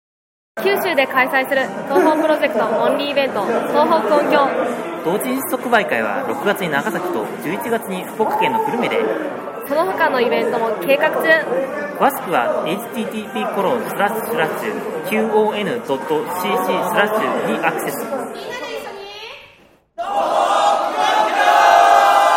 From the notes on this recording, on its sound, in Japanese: 北九州市の門司港にて開催された「東方久遠境retro」の会場にて収録したもの。会場で収録された臨場感をお楽しみ戴けましたら幸いです。